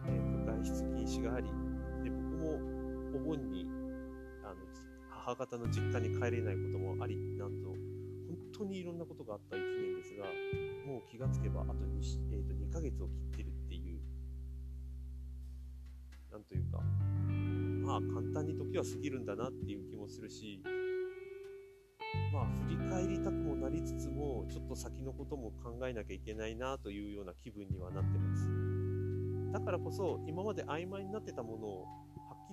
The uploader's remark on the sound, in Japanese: 東京の高輪にある高野山東京別院での収録。たまたまのチャイムで不思議な結末を迎えます。